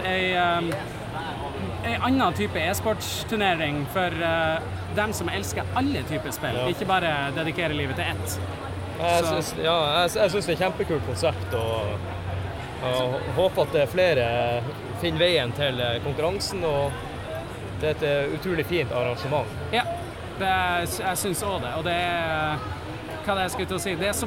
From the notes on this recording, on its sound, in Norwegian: Tilbake til hvalfangerbyen Sandefjord for å delta på Retromessa! Zoom mikrofonen er pakket med som vanlig og vi snakker med alt fra gjester, utstillere, arrangører og mye mer.